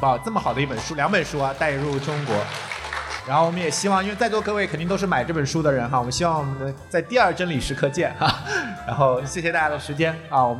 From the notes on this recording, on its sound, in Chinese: 来到现场。这期节目我们一起来听听当天的现场录制。